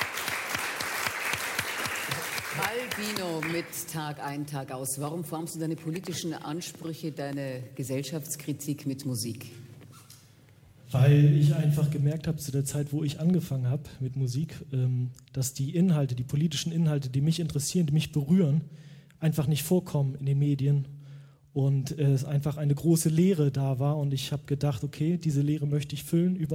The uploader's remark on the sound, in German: Live aus dem Schloss Gottesaue in Karlsruhe